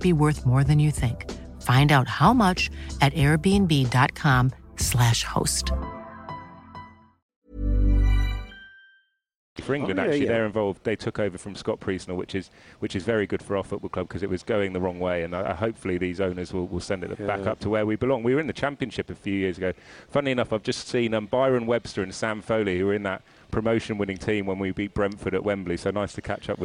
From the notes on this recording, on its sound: live again from Cheltenham racecourse for the second day of the Cheltenham Festival!